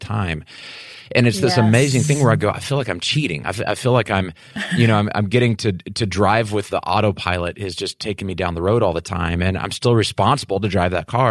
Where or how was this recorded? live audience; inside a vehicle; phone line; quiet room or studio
quiet room or studio